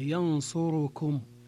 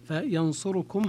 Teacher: ويظنون أنهم يقرؤون بقراءة حفص، فينصركم هكذا هي قراءة دوري أبي عمرو التي هي الاختلاس الاتيان بثلثي حركة الضمة التي على الراء · Shown in: second take